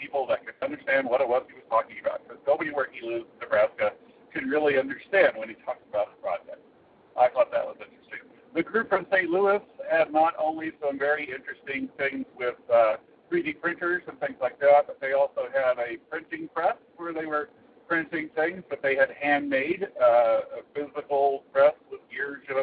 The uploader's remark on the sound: phones in a show after visiting Maker Faire: Kansas